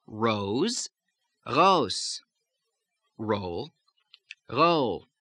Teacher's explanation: back of the tongue arches up to the soft palate to create a R. So it doesn't go as far r as the French sound goes, but it still has a little bit of that sound in it there.